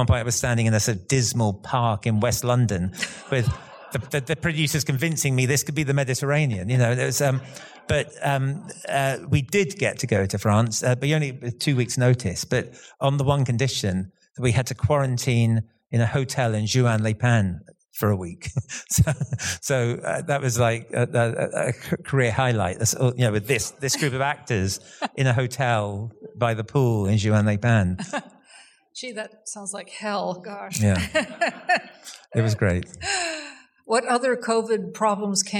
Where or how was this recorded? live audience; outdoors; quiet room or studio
live audience